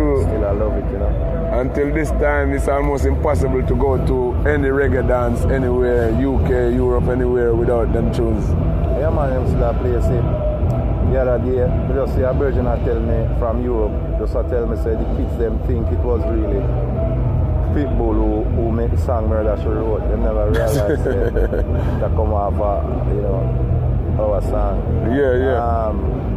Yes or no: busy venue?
yes